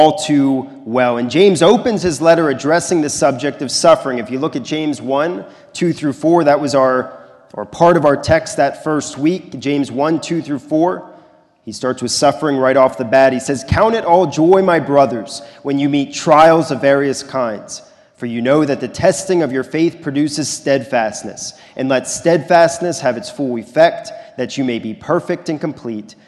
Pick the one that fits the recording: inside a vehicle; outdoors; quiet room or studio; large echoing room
large echoing room